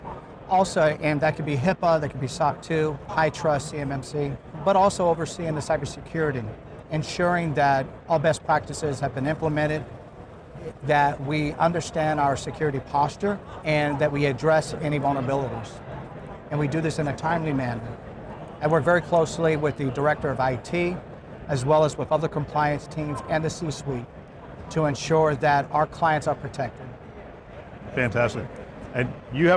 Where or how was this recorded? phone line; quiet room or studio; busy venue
busy venue